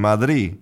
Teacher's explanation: sometimes that final D is just not pronounced.